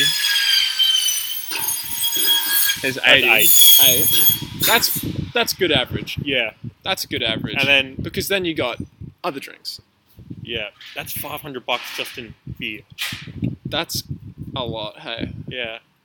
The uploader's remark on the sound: A Backyard Podcast. Today we learned recording audio outdoors is not great.